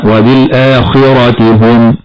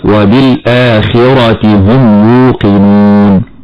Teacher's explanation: والخاء أتت مكسورة فتفخم تفخيما نسبيا · Shown in: second take